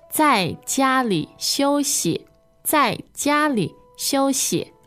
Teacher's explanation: 在, fourth tone, 家里, first and third